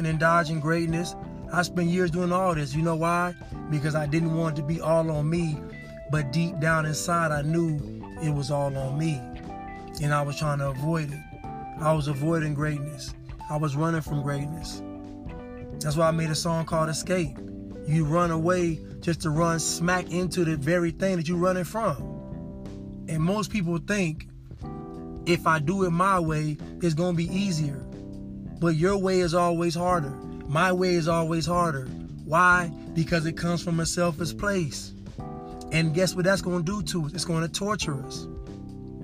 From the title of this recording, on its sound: Casting from the car...again.